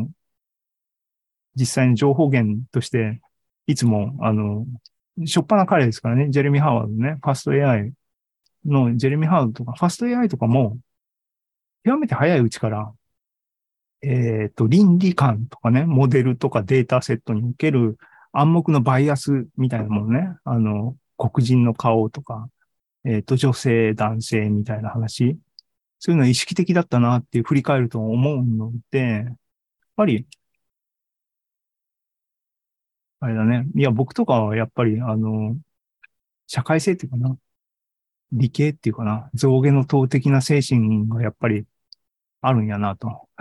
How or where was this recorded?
video call